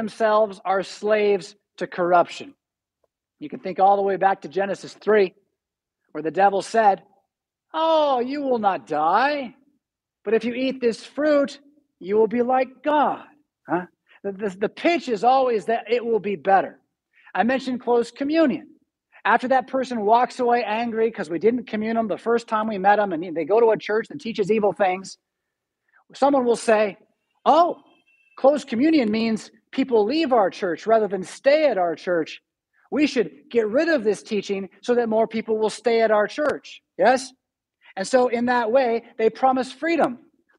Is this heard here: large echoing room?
yes